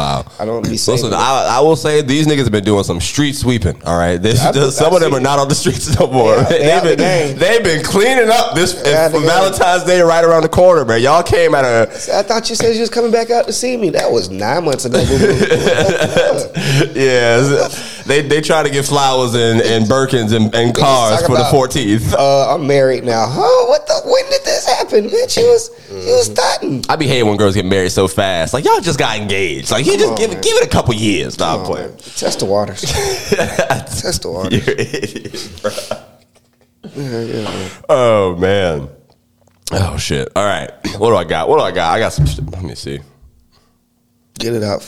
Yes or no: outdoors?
no